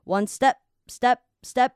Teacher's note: H 就会不见了，然后你听我念一次哦，May of Mayof，好，所以 H 不见之外呢，它的 A 会变成的音 Mayof。 May have 好，这样多念几次就可以了。好，后面这个 gone，我想大家应该不会有太多的问题，就是在记得，我们看到这个 G O NE，可能有些人会想成 gone，但是这是念 gone，啊啊啊 gone。OK，好，那继续看下去，one 大家也不会有太多的问题啦，你就把它想成10,000的那个 one，好，就不会有问题。那我们来看一下后面那个 step，我们这边这个 step，因为你要把它念快一点，你会发现这个 p 又会变成不出声，就是那种像很急促的促音这样子